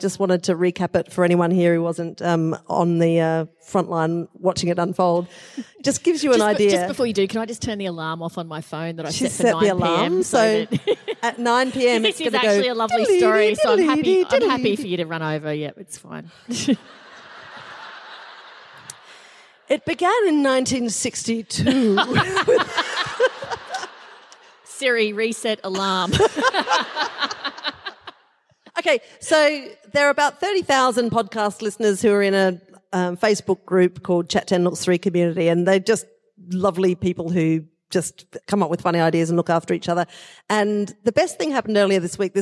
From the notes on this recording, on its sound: Just a few kilometres from the hallowed MCG, and in front of a live audience of 2400 people. Recorded live in Melbourne.